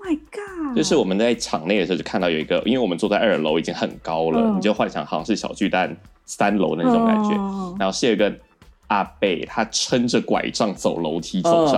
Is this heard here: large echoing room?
no